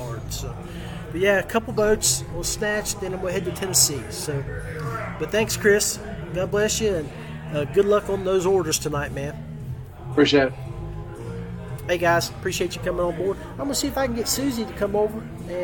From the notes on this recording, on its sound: LIVE from the The Tractor Bar. Live and Unfiltered... LIVE from the The Tractor Bar.